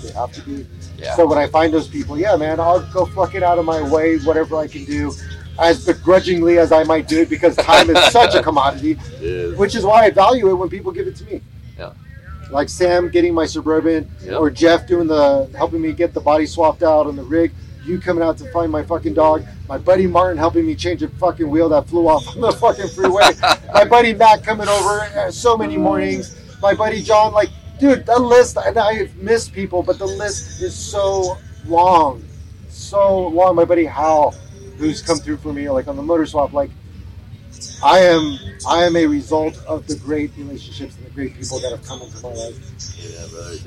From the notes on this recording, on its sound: Completely bomb the sound mix on this one. Sound quality issues aside. Out in a very unique location, Lasertown, out in in Johnson Valley thanks to Mythosaur Motorsports who threw a very cool wheeling event in the middle of the desert.